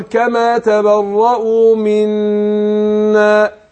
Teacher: النون مشددة بتاخد غنة حركتين